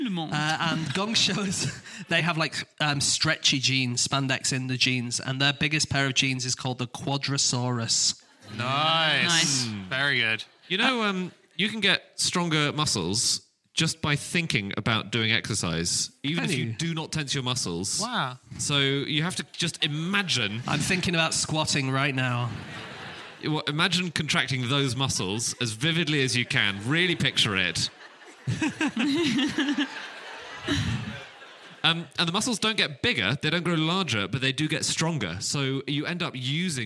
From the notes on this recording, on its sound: Live from Aberdeen